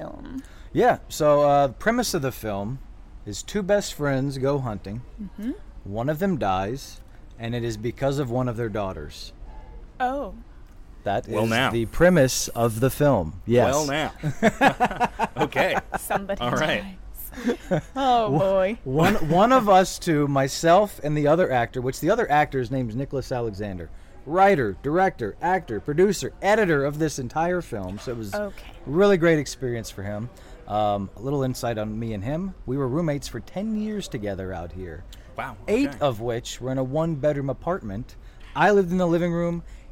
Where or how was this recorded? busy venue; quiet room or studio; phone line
busy venue